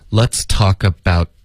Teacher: about 的特省略的时候记得要有一个干脆的停顿舌尖要顶上颚